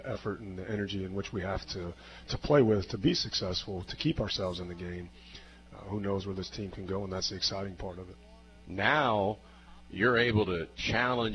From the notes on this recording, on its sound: Live from Wings ETC!